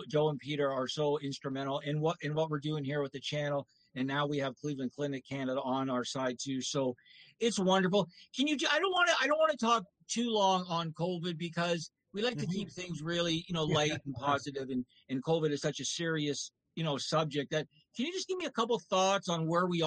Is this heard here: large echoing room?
no